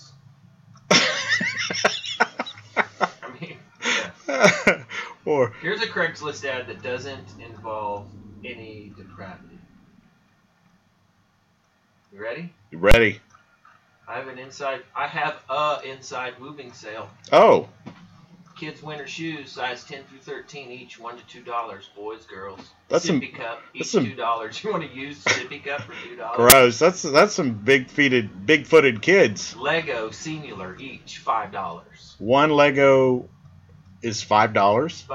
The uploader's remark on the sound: Our mic took a crap so the sound quality is not up to par